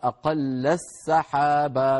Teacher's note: بإدغام التاء في السين، فيصير النطق بسين مشددة